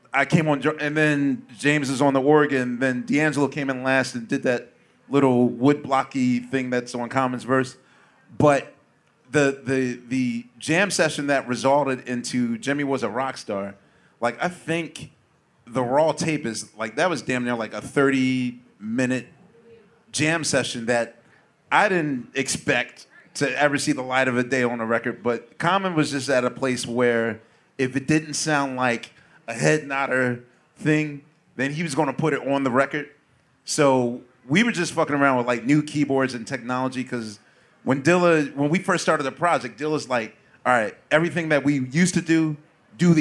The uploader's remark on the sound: QLS Live From The 2023 Roots Picnic. Recorded on stage at Philadelphia's Mann Center. Thoughtful questions from a live audience.